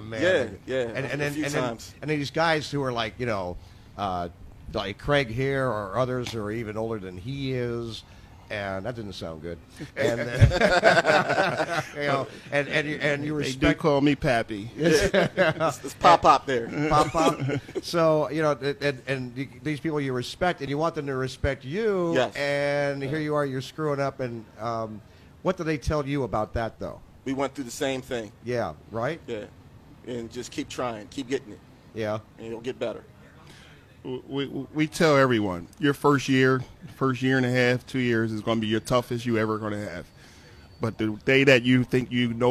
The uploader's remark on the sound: Broadcasting live from Wilmington Fire Station #5 in Trolley Square to kick off the 100th Anniversary Celebration of the Wilmington Fire Department